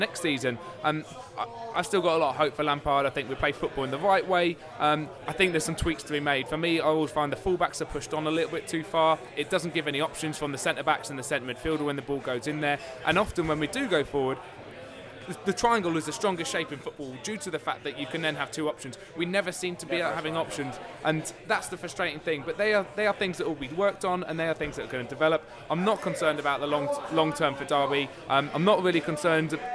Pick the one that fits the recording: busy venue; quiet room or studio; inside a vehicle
busy venue